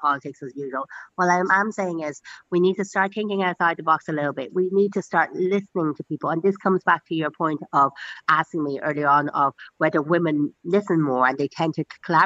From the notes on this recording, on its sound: On a Zoom call from her new home the Mansion House in Dawson Street